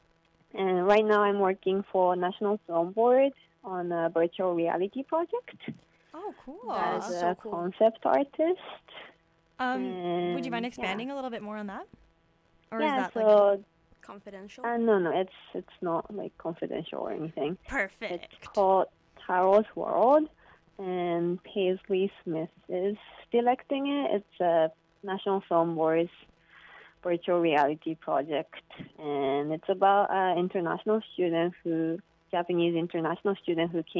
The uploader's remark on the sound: It's also the first time we have a phone interview with a director.